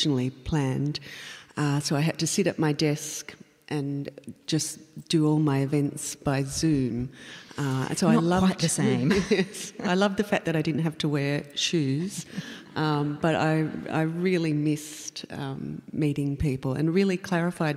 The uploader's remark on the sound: Recorded at the Castlemaine Town Hall. Presented in partnership with Castlemaine State Festival – A Dialogues Special Event.